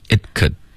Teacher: it 的这个 t 爆破呢省略，我们不要爆出来，只要舌尖顶上颚而已